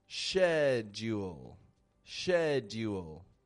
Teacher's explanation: the British accent will make a little bit more of a sh